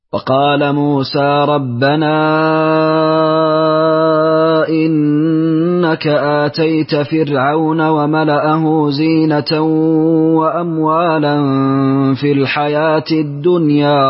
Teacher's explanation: بالفتح في ذات الياء مع قصر البدل